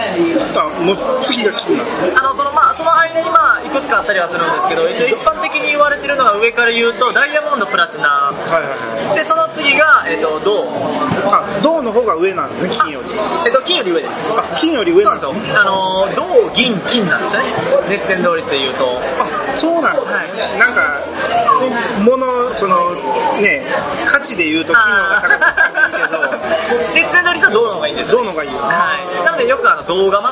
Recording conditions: busy venue